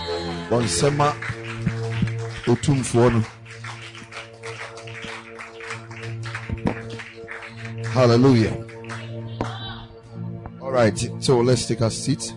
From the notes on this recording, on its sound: Preached at the MANY ARE CALLED CAMP